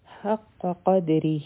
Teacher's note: آية نمبر 67، وما قدر الله، ما ظهر کا، را به غټه وایو، لام جلاله به هم غټه وایو. حق قدره، په دال باندې به قلقله کو، را به نری وایو